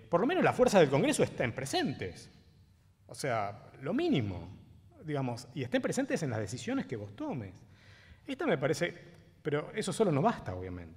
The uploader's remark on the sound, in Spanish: Con la asistencia de periodistas, estudiantes y académicos. En el histórico auditorio de Maipú 555.